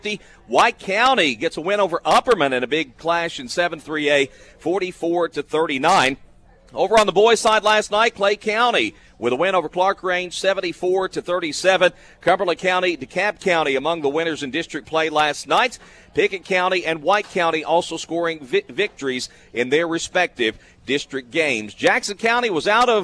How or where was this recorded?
busy venue